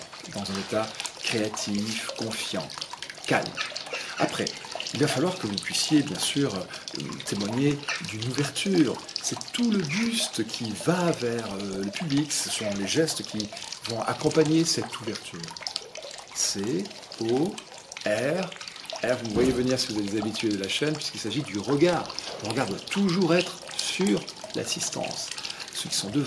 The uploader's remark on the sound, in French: Nouvelle séquence du media trainer enregistrée dans mon jardin.